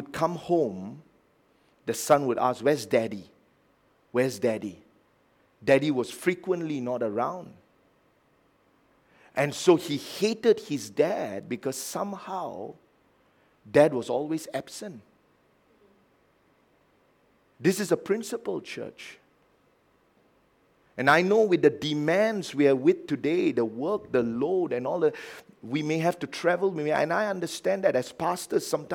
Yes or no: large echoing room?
yes